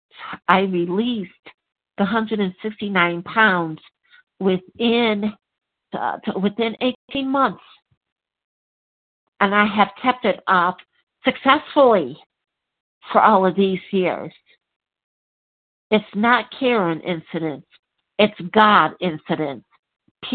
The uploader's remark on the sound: 100 Pounders Phone Meeting